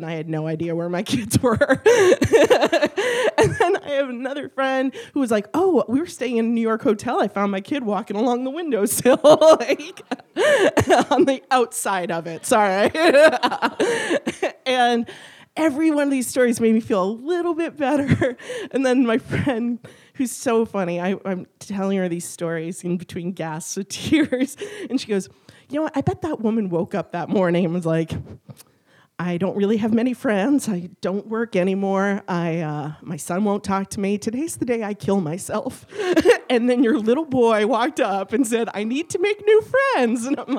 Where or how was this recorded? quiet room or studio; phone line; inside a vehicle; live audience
live audience